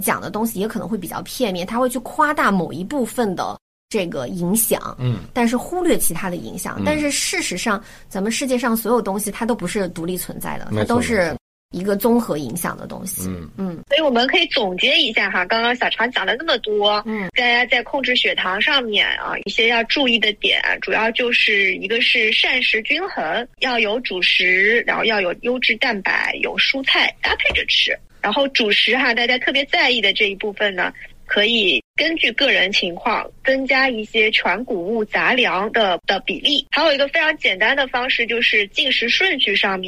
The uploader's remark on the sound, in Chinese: 本期播客是连线录制，音质有些渣渣，还请大家多多包涵。